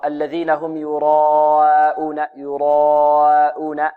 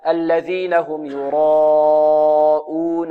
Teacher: مرققة، وهذا خطأ، لابد أن يفخم الألف مطلقا، يعني ألف ينطق بها في الأربع حركات، طوال الأربع حركات هذه الألف مفخمة إلى أن ينتهي من الألف ويدخل في الهمزة · Shown in: second take · بعد أن يدخل الهمزة يرقق هكذا.